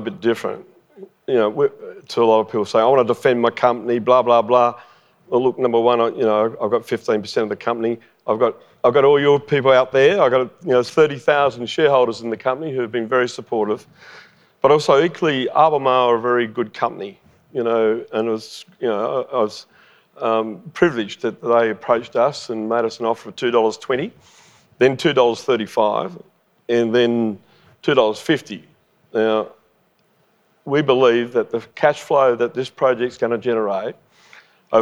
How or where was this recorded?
live audience